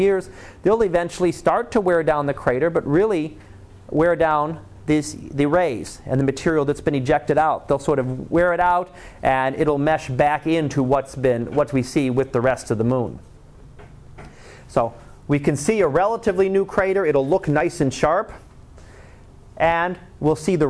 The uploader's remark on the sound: Live Class Lecture